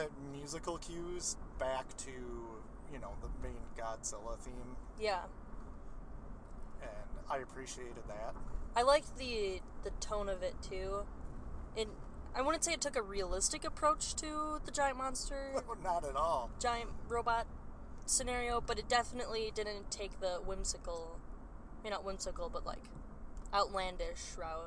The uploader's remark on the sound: Drive Time Special. Hop in the car and take a drive to and from the theater.